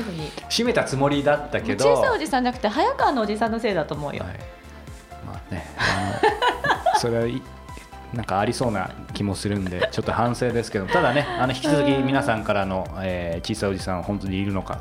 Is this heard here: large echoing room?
no